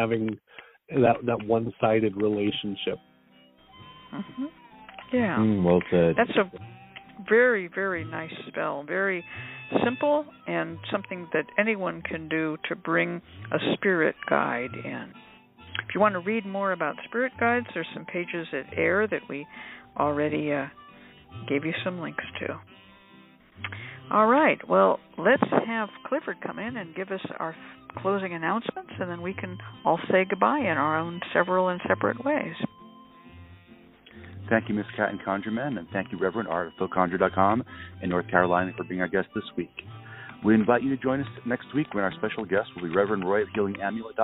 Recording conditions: phone line